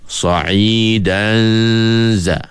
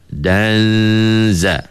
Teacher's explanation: bila tanwin berjumpa dengan huruf zai, kita kena dengung.